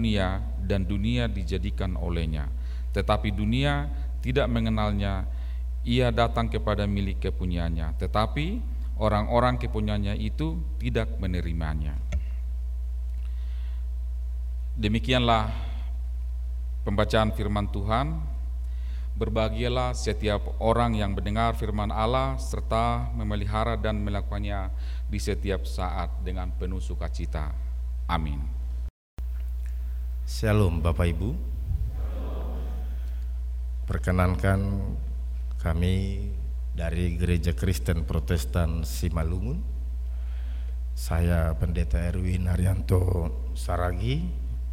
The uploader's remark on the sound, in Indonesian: RSK 98.6 FM. Rekaman ibadah Minggu pagi.